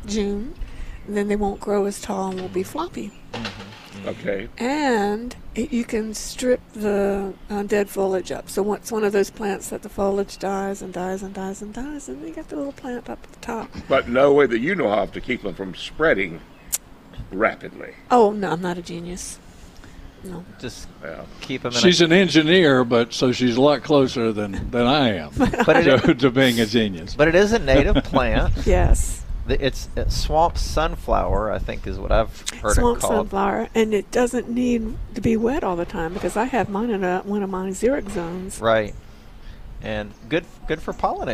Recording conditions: busy venue